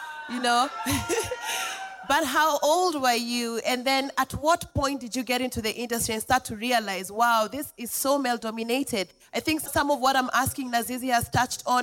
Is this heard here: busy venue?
yes